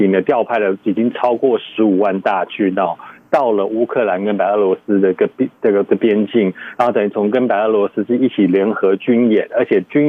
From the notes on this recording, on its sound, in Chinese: 連線美國之音白宮記者。傳遞來自華府的第一手報導。